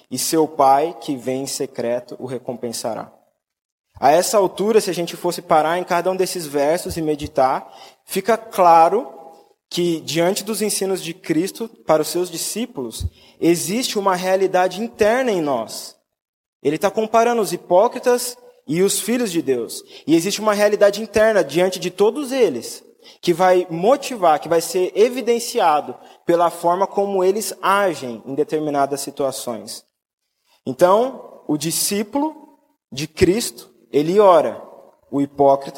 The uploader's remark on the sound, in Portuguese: Mensagem gravada na Igreja Batista Jardim Minesota